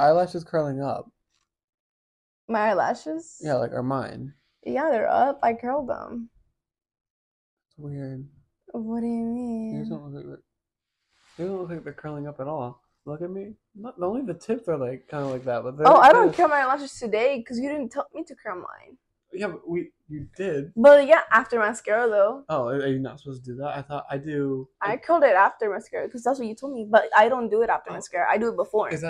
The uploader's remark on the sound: We want to apologize for the quality of the next two episodes! We didn’t realize when purchasing the microphones how disappointing they were.